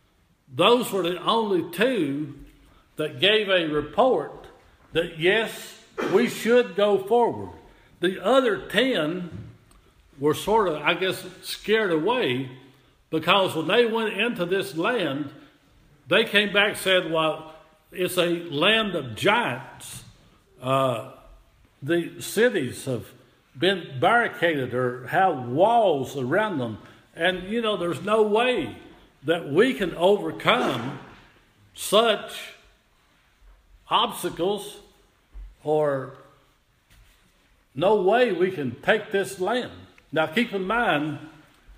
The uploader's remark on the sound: Audio Recording of worship service at Persia United Methodist Church in Rogersville, TN